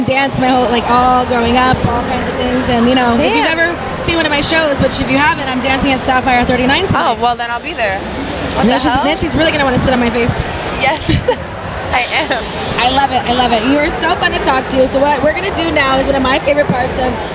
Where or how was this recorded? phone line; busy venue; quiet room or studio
busy venue